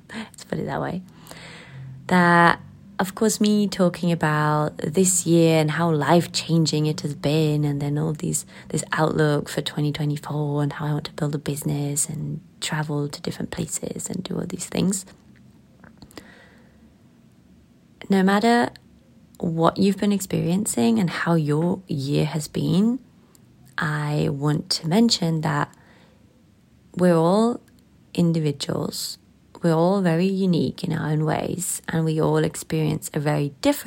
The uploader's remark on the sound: The technical set up is still not the best and out of emergency I recorded this episode with my phone.